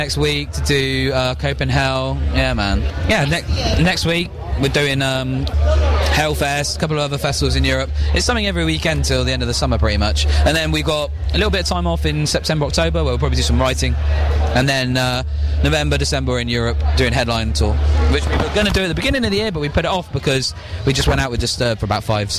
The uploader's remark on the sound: Backstage at Download Festival 2019.